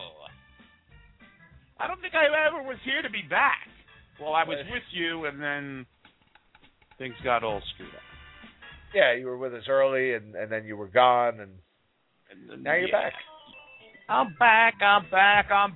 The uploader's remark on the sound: Interactive Ranger talk with a live chat, and phone calls from some of the lunatic fringe of this fanbase.